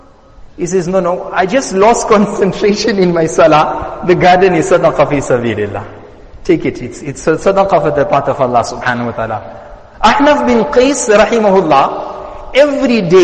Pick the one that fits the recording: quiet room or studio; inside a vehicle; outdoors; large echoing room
large echoing room